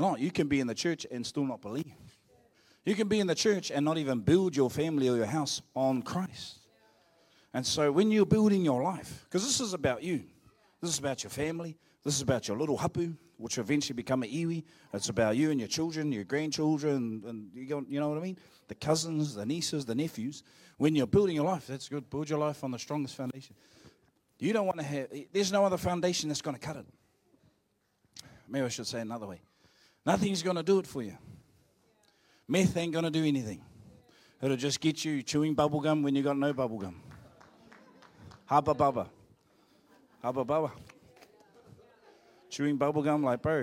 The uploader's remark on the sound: Live From IwiTapu Destiny Church Hawkes bay.